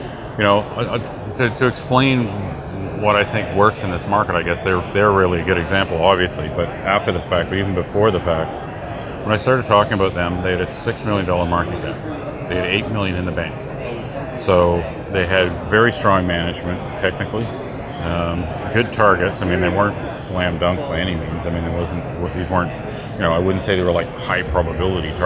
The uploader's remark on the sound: at the World Resource Investment Conference in Vancouver